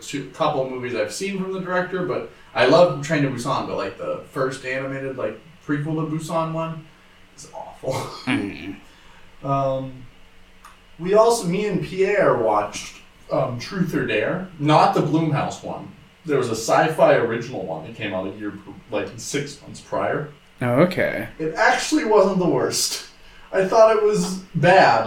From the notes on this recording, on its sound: More problems with OUR MICROPHONES.